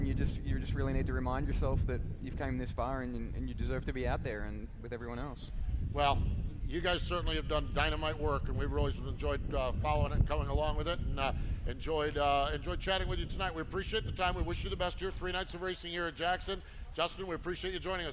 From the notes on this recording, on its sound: LIVE at the AGCO Jackson Nationals on Thursday Night, June 27, 2019.